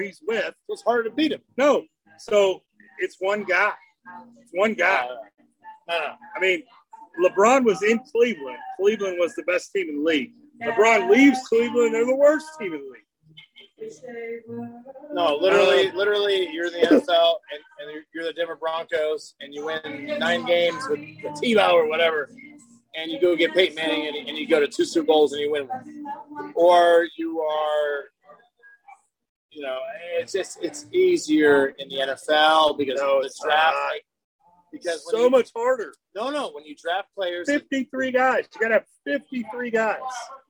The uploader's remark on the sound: Live from The Red Balloon